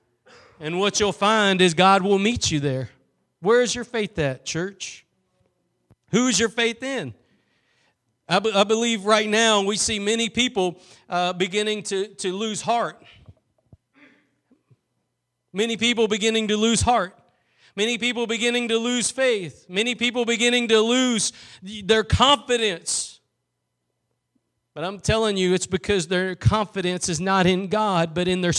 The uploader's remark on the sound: Preached at Gospel Lighthouse in Bossier City, La.